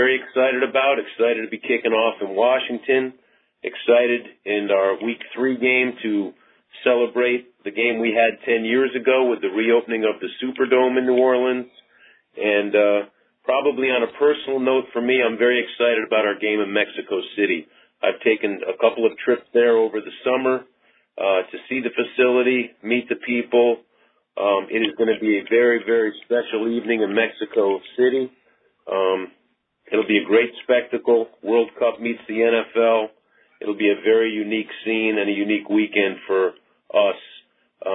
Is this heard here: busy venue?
no